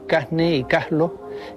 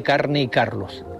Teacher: aspiran la R cuando ésta aparece ante las consonantes N o L · Shown in: first take · Así se dice en algunas zonas de Canarias, Casne y Caslo, en lugar de Carne y Carlos.